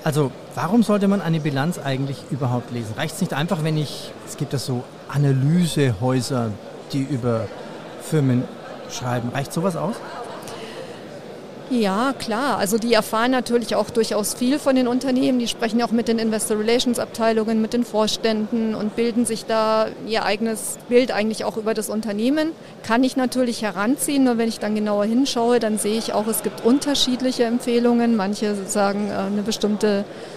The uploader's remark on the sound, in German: Diesmal live vom Börsentag Hamburg.